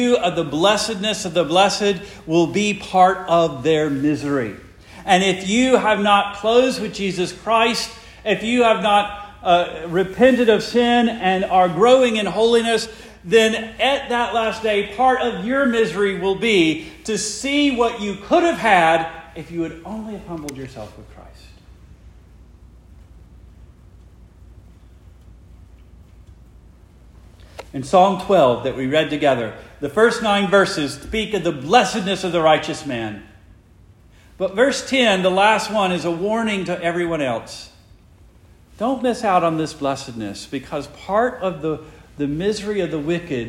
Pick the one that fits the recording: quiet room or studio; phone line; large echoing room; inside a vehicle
large echoing room